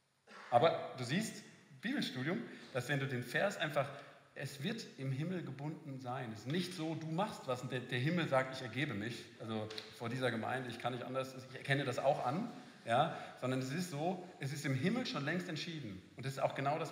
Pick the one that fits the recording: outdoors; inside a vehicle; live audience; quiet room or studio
live audience